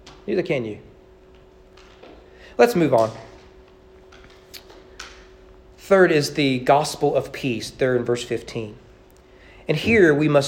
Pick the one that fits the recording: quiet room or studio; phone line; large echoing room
large echoing room